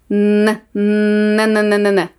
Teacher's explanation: Agora que praticamos por volta de umas 30 e poucas palavras com o som do M, vamos comparar com o som do N, que também é marcado com a língua no céu da boca encostando atrás dos dentes superiores frontais